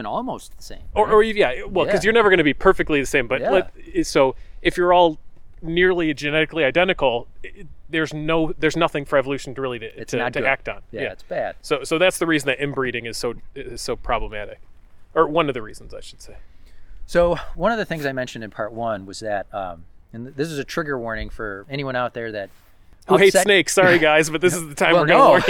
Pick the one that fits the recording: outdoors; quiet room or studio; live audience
outdoors